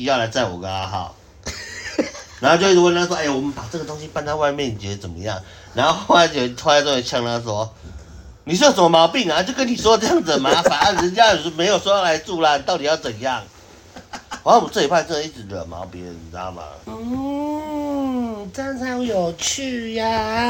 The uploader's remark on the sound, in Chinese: 第一次在外面錄音。